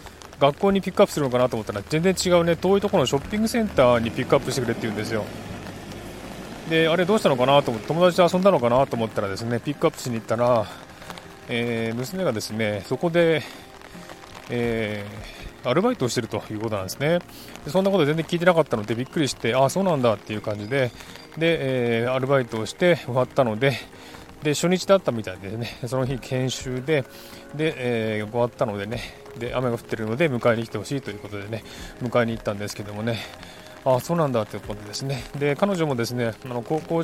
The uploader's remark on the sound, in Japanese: 雨の中を歩きながら、傘の雨の音をバックに。この配信の最後は、しばらく雨の音をお楽しみください。